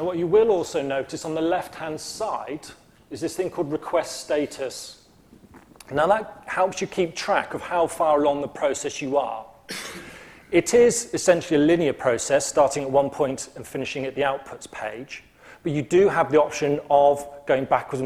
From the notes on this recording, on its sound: speaking at the launch of the 2009 UK Climate Projections in Oxford